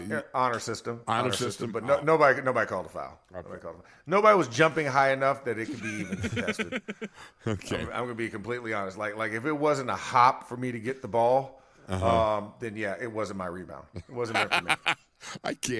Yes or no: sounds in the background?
no